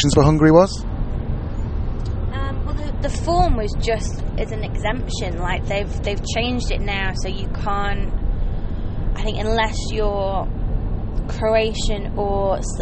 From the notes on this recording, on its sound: Live podcasts (from the car!). As we travel from the northern coast of Europe (Lithuania) to the southern coast (Croatia).